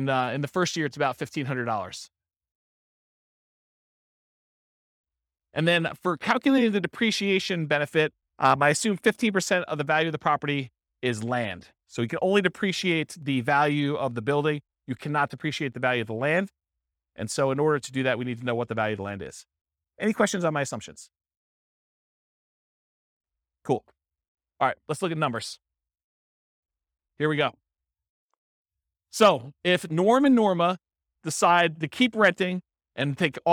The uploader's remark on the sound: This was a live class recorded